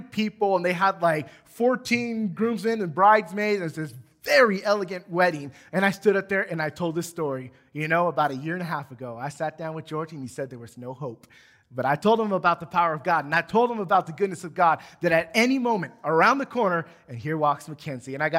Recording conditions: large echoing room